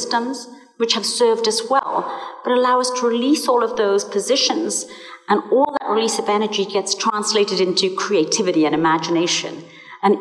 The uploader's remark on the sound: Live talks from the Sensing Woman : A multisensory event that took place at C24 Gallery in Chelsea, New York City. We will be sharing the different live talks from the Sensing Woman : A multisensory event that took place at C24 Gallery in Chelsea, New York City, five days of Art by 50 contemporary visual artists , along with conversation, storytelling and music.